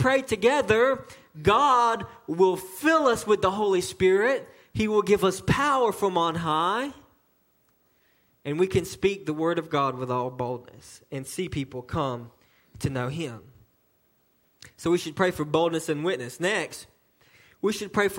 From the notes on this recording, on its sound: a message delivered to Cottondale Baptist Church in Eastman, GA on 3/12/18 during the 6:00pm service